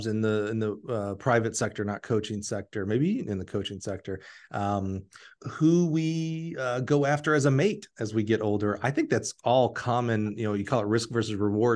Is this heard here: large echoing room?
no